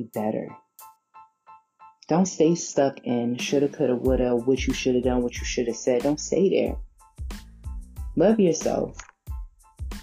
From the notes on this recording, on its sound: Sorry for the background noise I was at work